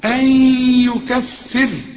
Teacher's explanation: عسى ربكم، الراء هنا مفخمة، أن يكفر عنكم، نون وبعدها ياء والياء من حروف الإدغام إدغم وغن، أن يكفر، وإذا وقفت على الراء رقق لأن الراء اللي يسبقها كسر زي دوت يبقى ترقق.